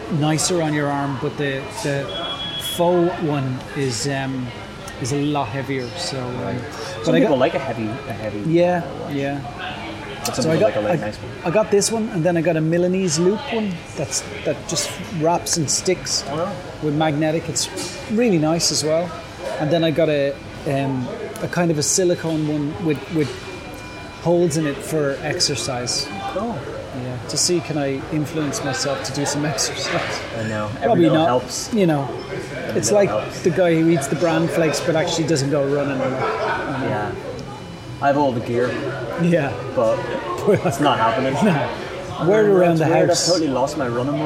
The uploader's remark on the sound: This week's episode has some serious background noise annoyance. We decided to meet up half way to record this episode and it turns out that Mcdonalds is not the best place for recording audio.